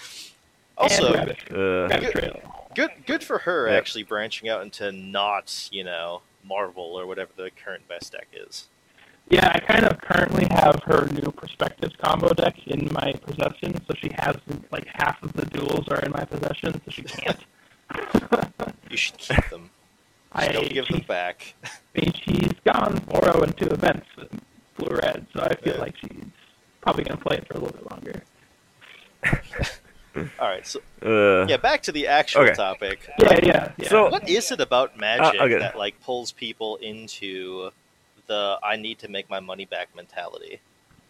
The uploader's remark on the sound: Please pardon the audio. There was a problem with recording we didn’t notice.